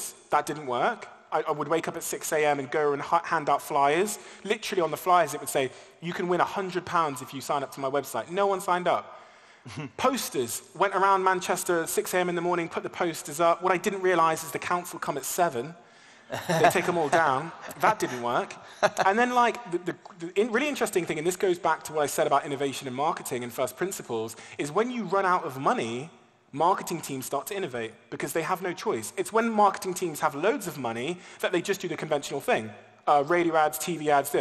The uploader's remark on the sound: an intimate fireside chat at the Dubai Opera House